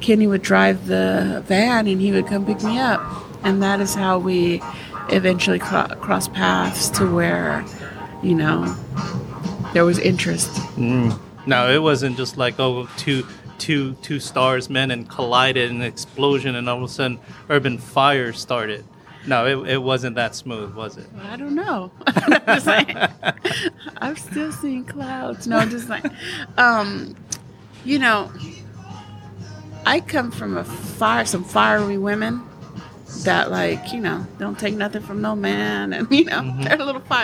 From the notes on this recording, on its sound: This podcast was recorded at the Wing-Stop on Greenspot Road in Highland California.